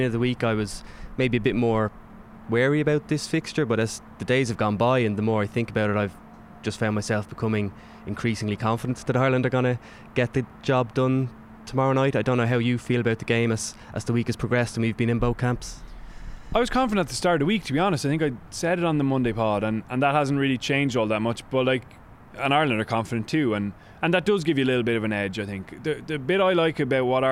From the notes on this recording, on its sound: live from the captain's run